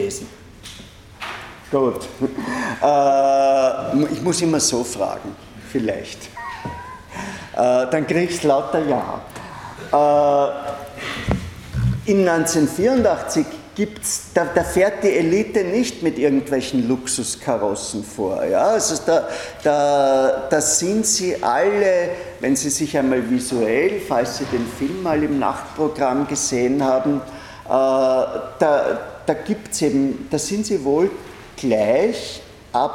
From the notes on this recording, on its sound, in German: Diese Vorlesung wurde von Studierenden aufgenommen